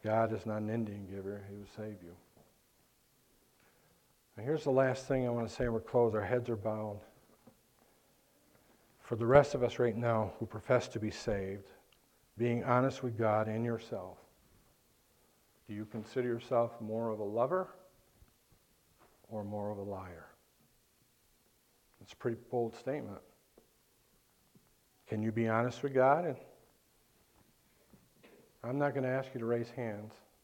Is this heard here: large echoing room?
yes